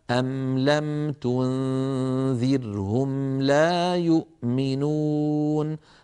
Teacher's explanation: هي فيها غنة ولكن لا تطولها عن حدها، كما مثلنا بالأمثلة: أم لم تنذرهم لا يؤمنون. هذه الميمات السواكن غنتها ناقصة